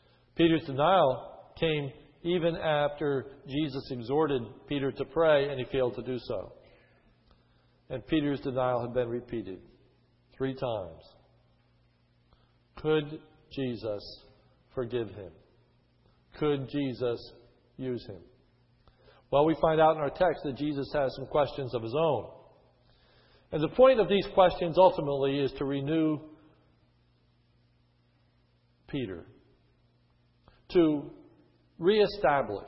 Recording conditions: large echoing room